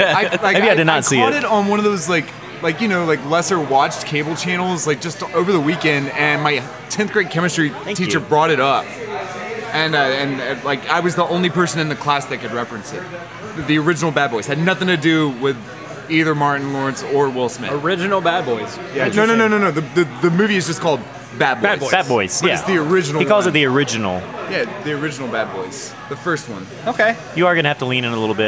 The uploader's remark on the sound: Recorded at Rocky Mtn Pizza in Atlanta, GA.